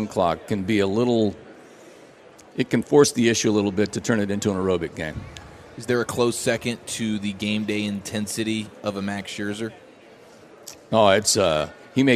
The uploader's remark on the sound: live from the Texas Rangers Toy Drive